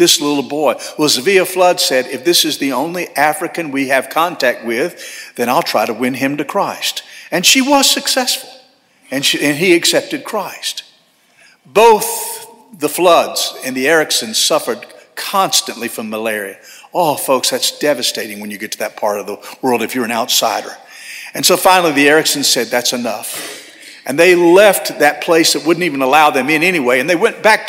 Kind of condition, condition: setting, large echoing room